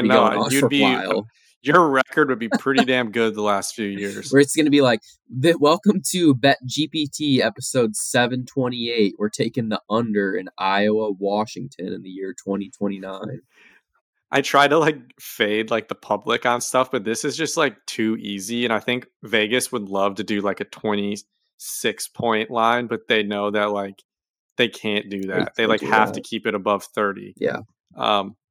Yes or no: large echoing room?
no